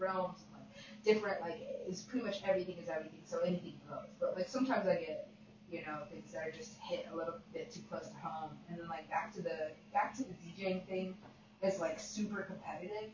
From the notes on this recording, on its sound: Super quiet audio - sorry about that.